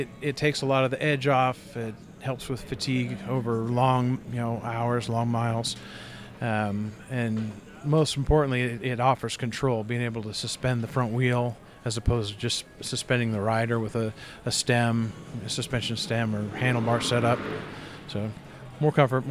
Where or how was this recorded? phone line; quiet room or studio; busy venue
busy venue